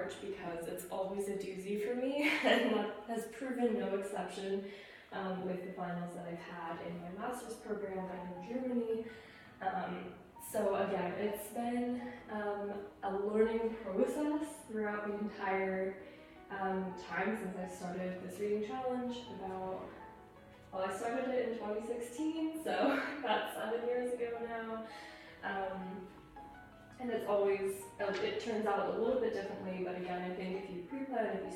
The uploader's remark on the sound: Our apologies for the microphone issues